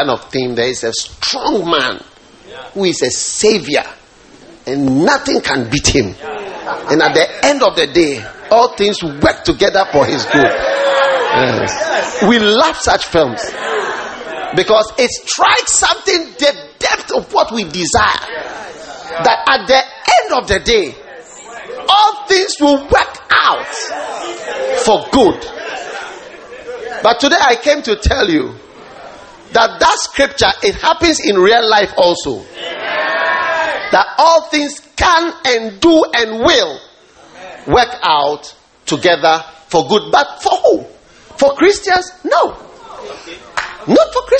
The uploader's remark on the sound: Preached at the Lighthouse Chapel International, The Qedesh.